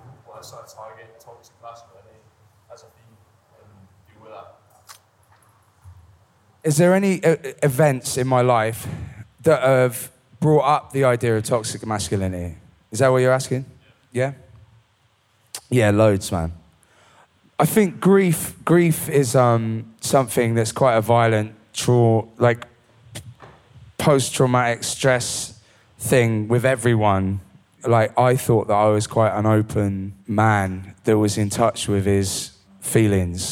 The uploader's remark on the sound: It was recorded in front of a live audience in Glasgow, just before the pandemic hit.